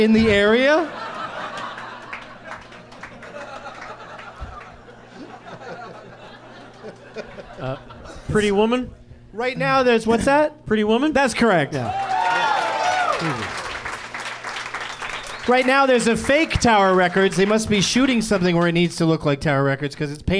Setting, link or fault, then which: setting, live audience